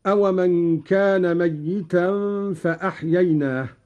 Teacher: قرأ قالون بتشديد الياء